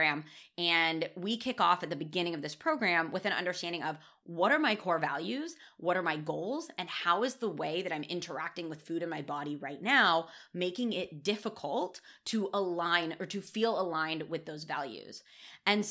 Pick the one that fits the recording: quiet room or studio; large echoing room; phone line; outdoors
quiet room or studio